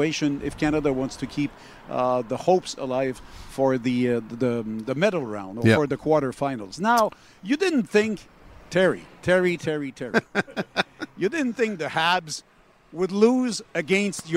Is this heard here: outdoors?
yes